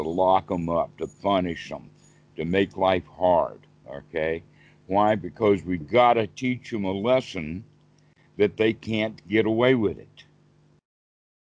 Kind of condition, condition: link, video call